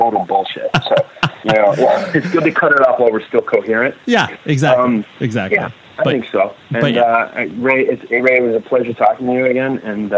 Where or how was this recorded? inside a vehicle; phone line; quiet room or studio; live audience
phone line